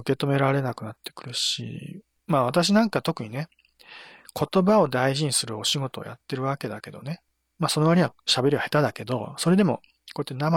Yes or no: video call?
no